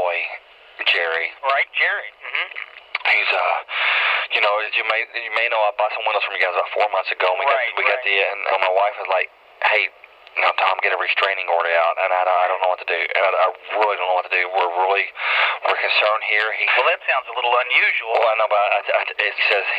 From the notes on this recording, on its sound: RBCP's Personal Prank Phone Calls Collection